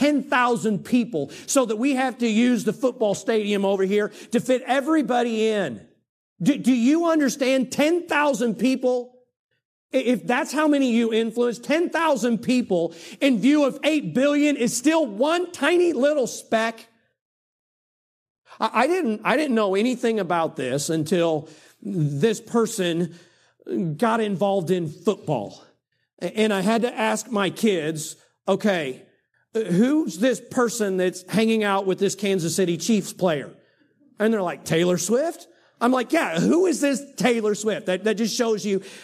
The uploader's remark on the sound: during the Sunday evening service on October 22, 2023